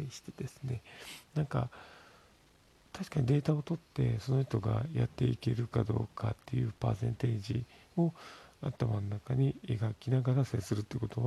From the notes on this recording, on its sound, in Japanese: 子供が寝ている側で収録しているのでボソボソしています。